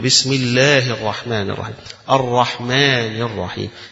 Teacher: المد الطبيعي اللي في لفظ الجلالة الله، اللي في لفظ اسم الله عز وجل الرحمن، اللي في الرحيم يمده النبي صلى الله عليه وسلم، المد الذي يليق بموضع هذا المد.